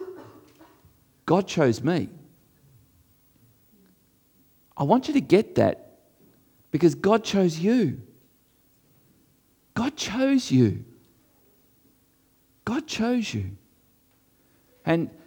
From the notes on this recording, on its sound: This was recorded before a live audience